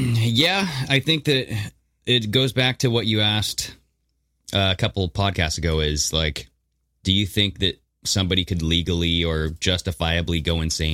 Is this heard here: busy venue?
no